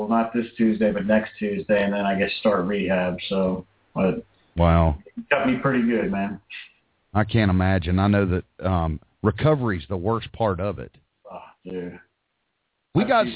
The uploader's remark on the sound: We take live hot dog vendor and street food vendor callers